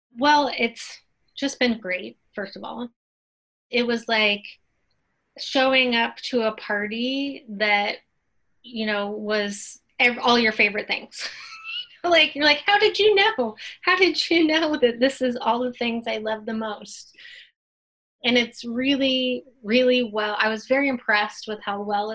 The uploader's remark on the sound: In this episode of Inside the Box, we Zoomed